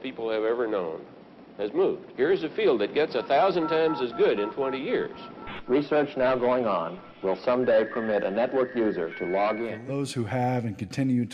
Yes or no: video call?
no